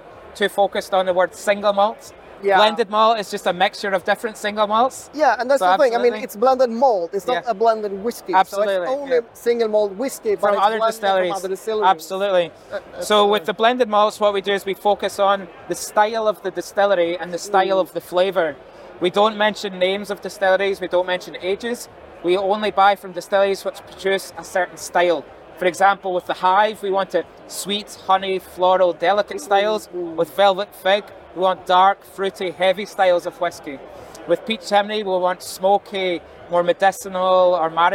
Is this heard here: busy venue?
yes